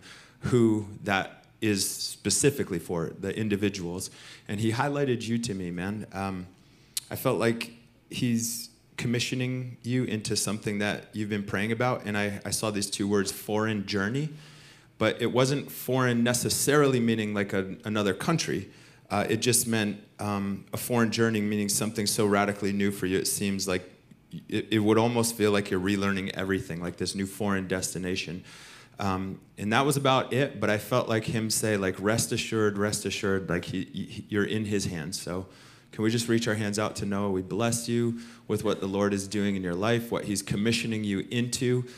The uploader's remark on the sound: Recorded sunday evening service at Reunion Hawaii